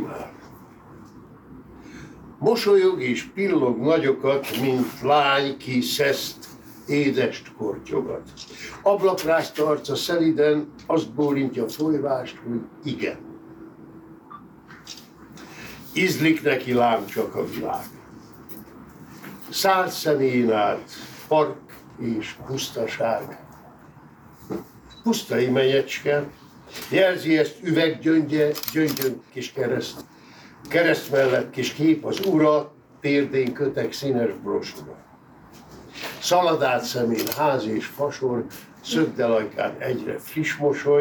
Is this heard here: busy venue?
yes